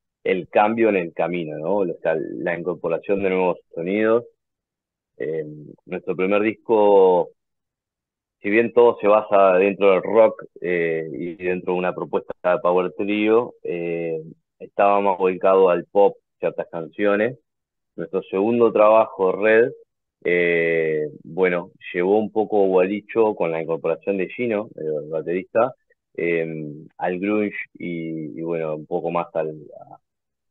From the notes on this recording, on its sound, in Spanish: Charlamos vía zoom